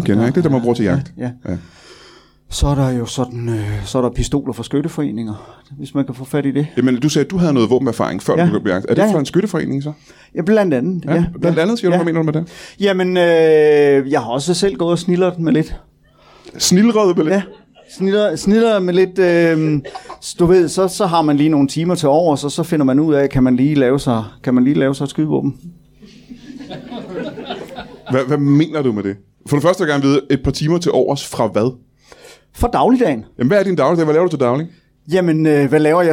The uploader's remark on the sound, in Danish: LIVE fra 27b i Kolding. Optaget foran et mageløst levende publikum.